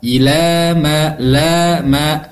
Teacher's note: itu panjangnya dua harkat, tidak boleh lebih karena ini disebut dengan mattabi'i